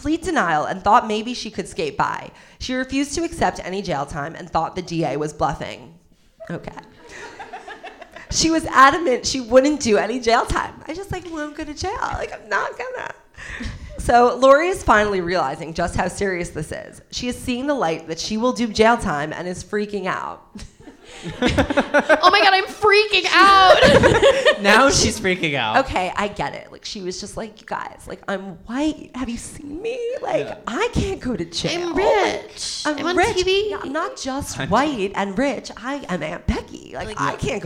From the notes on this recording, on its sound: grace the stage of The Pit Loft in New York City to bring you their first ever live show